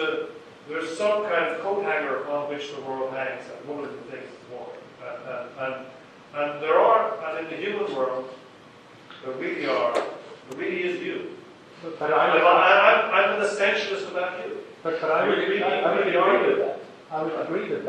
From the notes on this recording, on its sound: This ‘from the archives’ recording is the second part of the keynote from “ Triangular Conference 2008”. The talk was recorded in-person with a live audience. In the UCD Lochlann Quinn Undergraduate School of Business, Belfield, Dublin, Ireland.